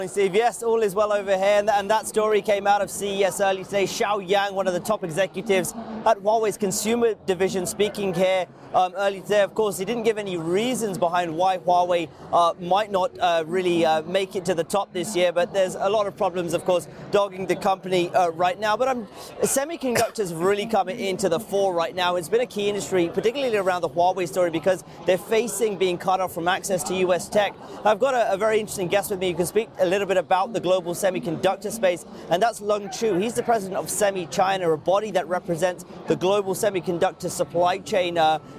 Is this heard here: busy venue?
yes